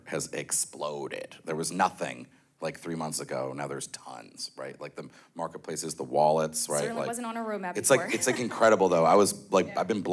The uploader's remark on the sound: Ordinals 2023 Panel. Recorded Live in Miami Beach at the Ordinals 2023 Conference.